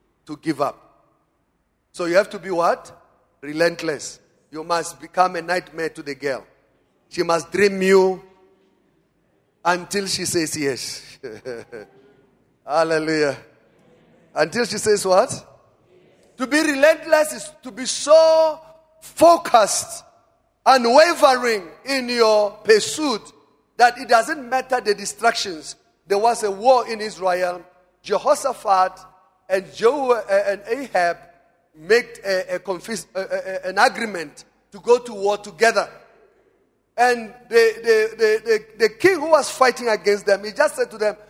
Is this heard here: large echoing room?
yes